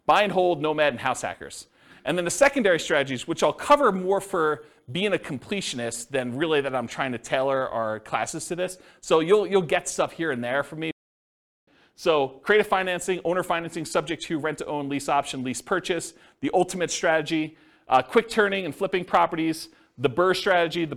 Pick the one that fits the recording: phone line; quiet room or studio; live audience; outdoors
live audience